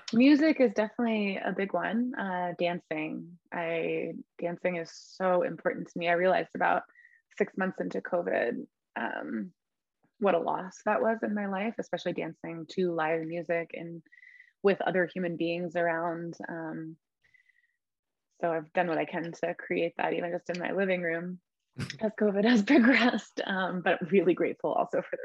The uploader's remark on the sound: Recorded 12.10.2021 from Raleigh, NC & Asheville, NC on Zoom